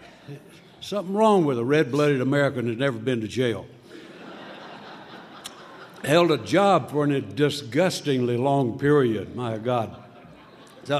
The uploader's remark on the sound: at the State Line Conference in Nevada in 2006